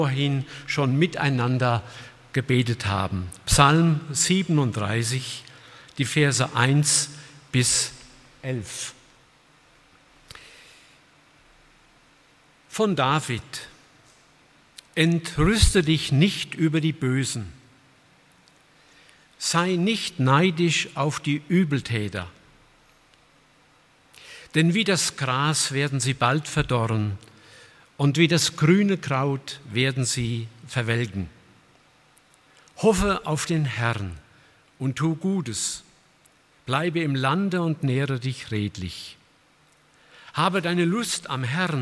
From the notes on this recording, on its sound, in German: aus dem Gottesdienst der Liebenzeller Mission